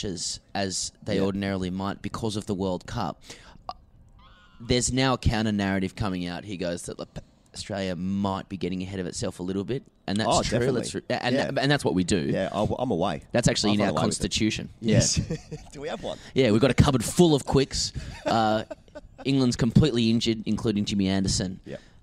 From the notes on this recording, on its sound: Recorded from Hyde Park and the Australian team hotel on Lord’s Test Eve